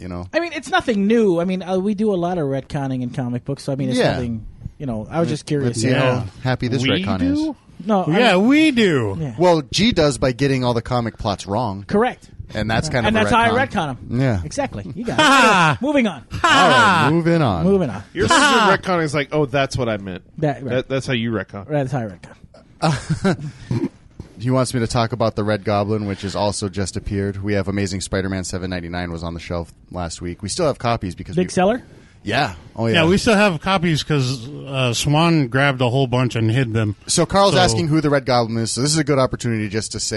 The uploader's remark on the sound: Recorded live at Maui Comics & Collectibles.